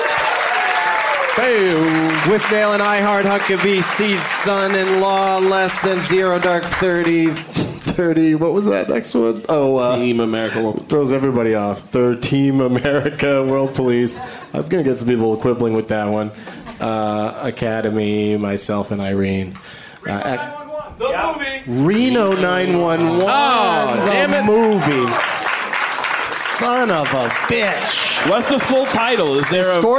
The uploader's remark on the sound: Live from Madison's Comedy Club on State.